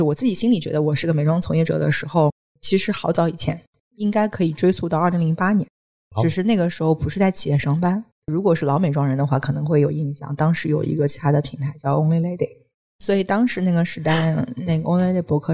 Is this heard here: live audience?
no